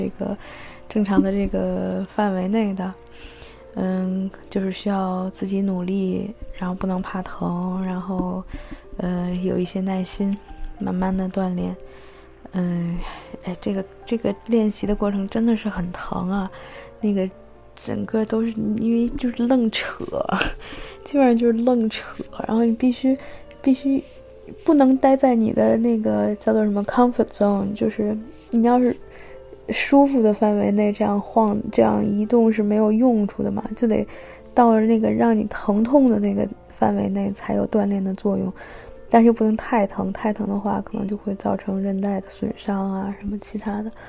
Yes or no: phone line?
no